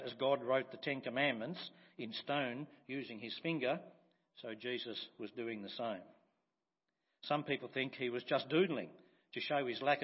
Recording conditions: large echoing room